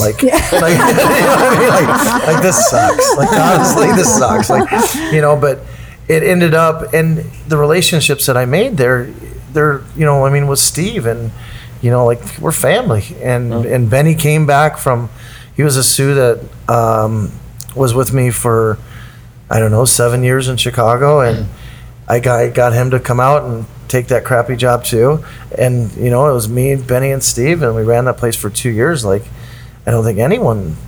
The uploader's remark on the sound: on Location at Acorn